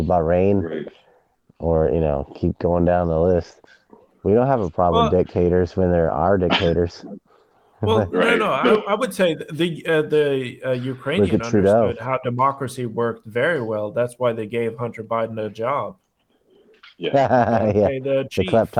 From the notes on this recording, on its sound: This was an extra show just shooting the shit in a walk and talk.